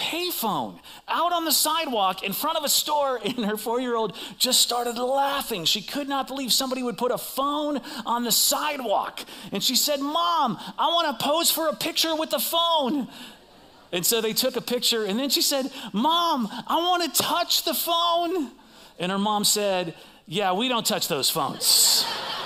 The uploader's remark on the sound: Recorded live at CrossWinds Church on Jan 7th, 2024